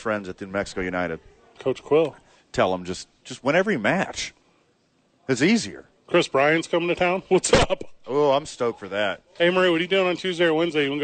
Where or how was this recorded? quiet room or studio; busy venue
busy venue